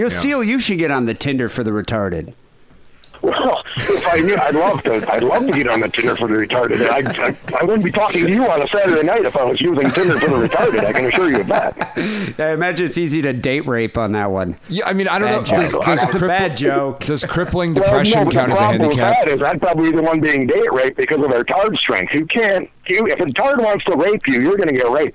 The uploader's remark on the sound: Phone calls.